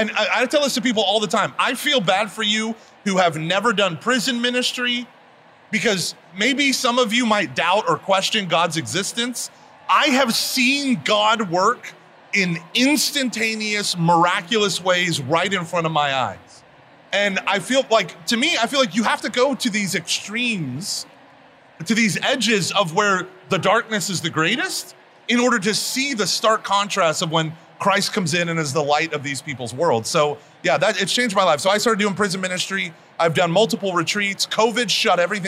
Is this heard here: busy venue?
yes